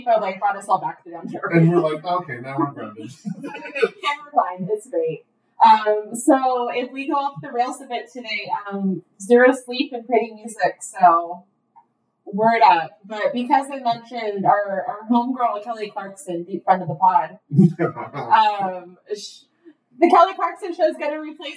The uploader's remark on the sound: A technical glitch has caused this episode to sound like it was recorded underwater.